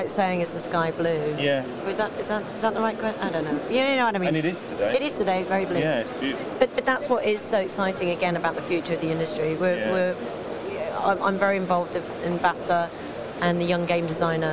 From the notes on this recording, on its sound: at Gamescom 2018 in Cologne, Germany